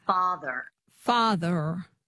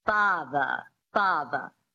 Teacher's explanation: in this accent, the transatlantic accent, you drop the R and you make it a schwa · Shown in: second take · which is a phonetic symbol for an unstressed syllable, like a primitive grunt.